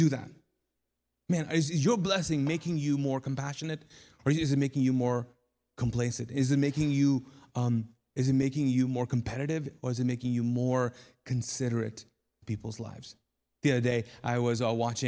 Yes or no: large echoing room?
yes